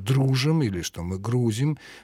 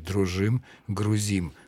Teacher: В XIX веке нормой было ударение на окончание · Shown in: second take